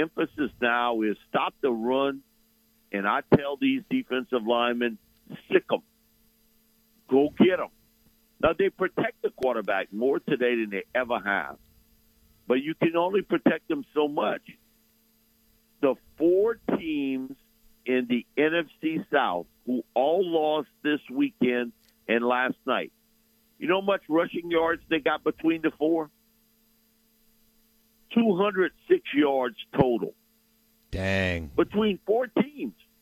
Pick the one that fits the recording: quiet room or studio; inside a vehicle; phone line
phone line